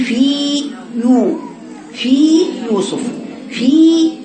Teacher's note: عندك دلوقتي فاء مكسورة وياء مادية، يعني حركتين، مكانها الجوف، مخرجها الجوف، يبقى جيبيها عميقة